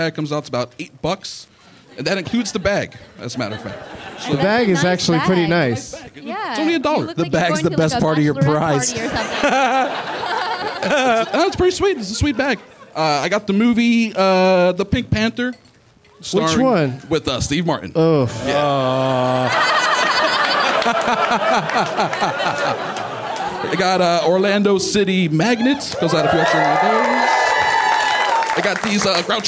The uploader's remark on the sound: Live from The Improv in Orlando